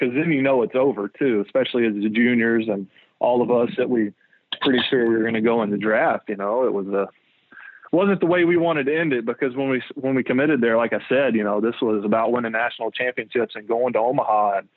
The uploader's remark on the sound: Joins on the Modern Woodmen phone line (17:00).